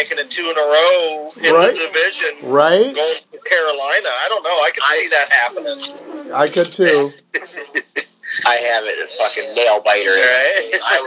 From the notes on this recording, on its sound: We have our first phone cast of the year; couldn't be avoided.